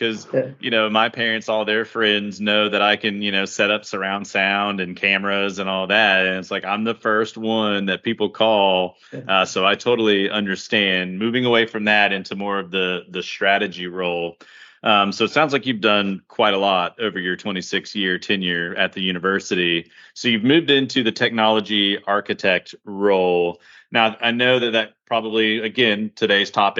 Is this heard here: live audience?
no